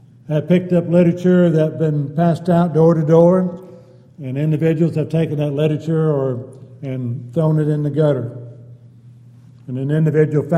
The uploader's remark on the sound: Downtown Church Of Christ Audio Sermon